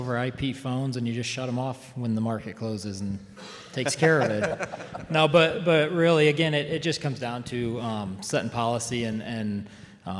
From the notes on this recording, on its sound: Live from CEC. This episode is a live recording of the panel.